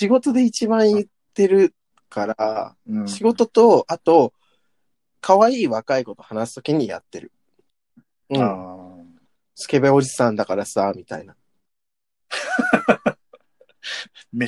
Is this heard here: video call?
yes